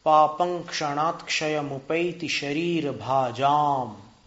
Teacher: भाजाम आ की मात्रा है, दीर्घ है और उसमें म भी है, तो 2 मात्रा हो गई, गुरु हो गया